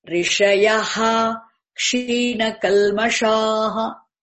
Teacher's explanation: Whenever visarga precedes ksha, visarga should be pronounced fully as it is. Rishayaha. Whenever after visarga ksha comes, the visarga must be pronounced as it is.